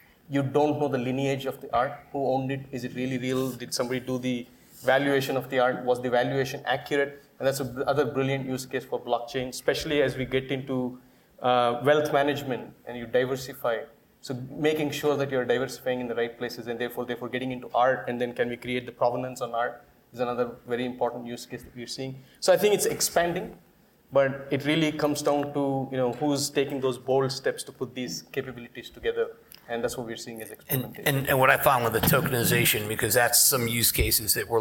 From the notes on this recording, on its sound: This week’s podcast is from the BAS panel discussion. Bank Automation Summit.